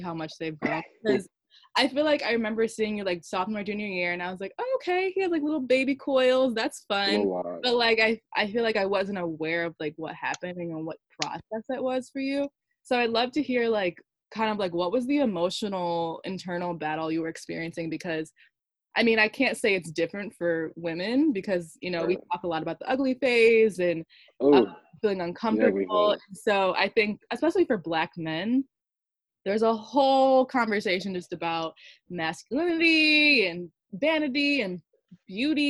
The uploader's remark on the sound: joins me for a Zoom call